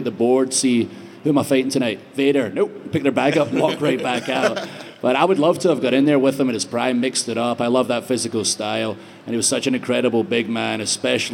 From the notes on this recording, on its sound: Live From Superstore Axxess. In front of a maj crowd in Dallas.